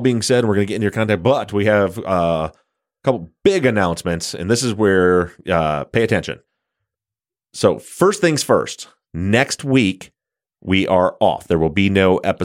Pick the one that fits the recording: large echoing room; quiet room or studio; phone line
quiet room or studio